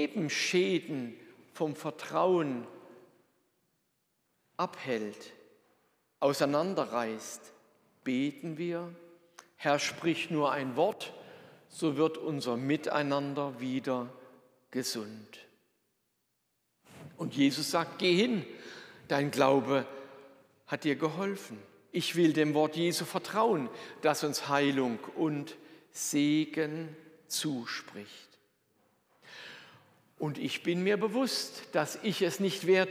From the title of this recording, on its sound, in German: Predigt aus der Lutherkirche Plauen